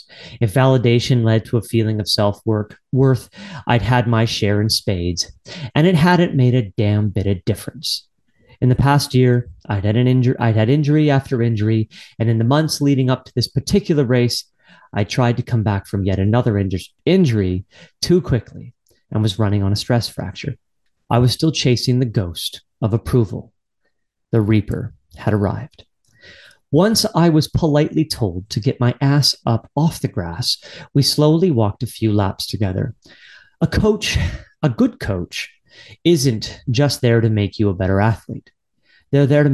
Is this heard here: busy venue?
no